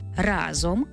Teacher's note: Разом наголошено перший склад і принести – третій склад.